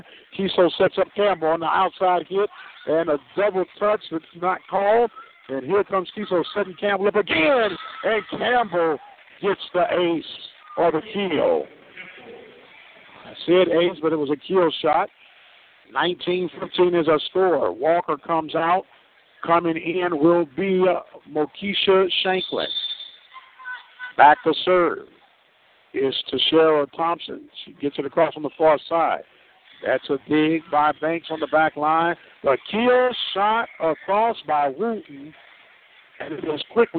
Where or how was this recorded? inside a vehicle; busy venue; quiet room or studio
busy venue